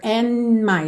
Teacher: Aqui o D de and já soa bem pouco, porque do N pro M já é mais fácil. And my, já tô fechando os lábios ali, né?